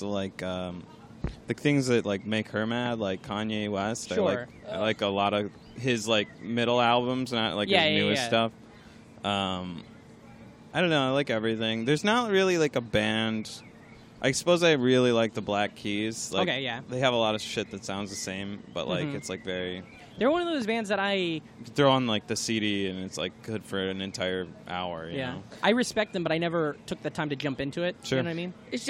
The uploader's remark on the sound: It was recorded LIVE from the patio of The Creek and The Cave in Long Island City, Queens!